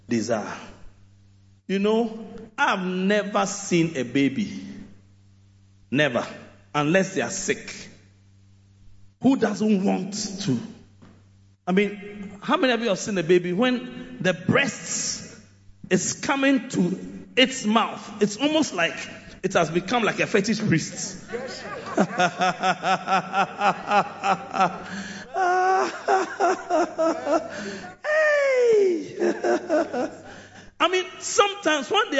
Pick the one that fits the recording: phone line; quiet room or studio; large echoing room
large echoing room